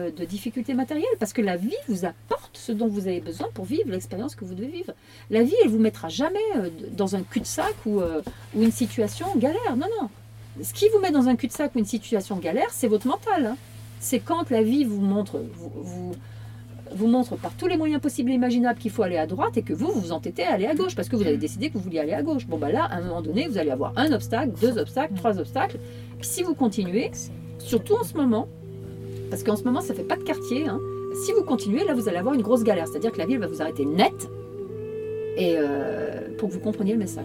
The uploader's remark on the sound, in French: Audio enregistré (dans un camping car, oui oui, avec un cercle de privilégiés ) en live. Lors de sa tournée le Pranic Life Tour !